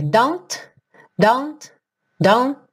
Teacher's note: repara que você não vai ouvir o T do don't. E todas essas letrinhas que estão pintadas aí de vermelho são consoantes oclusivas que podem aparecer só o sonzinho da percussão, don't, don't, em mais ou menos grau. · você chega a colocar a língua lá no céu da boca para fazer o T, mas não necessariamente tem t, t, o som, tá?